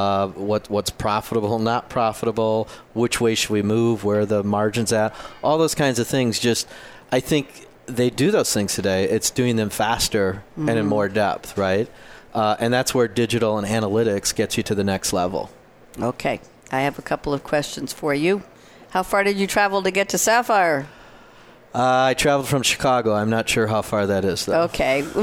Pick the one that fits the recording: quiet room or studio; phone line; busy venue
busy venue